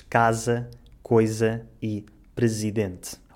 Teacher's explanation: a letra S, quando está entre duas vogais, é sempre pronunciada como um Z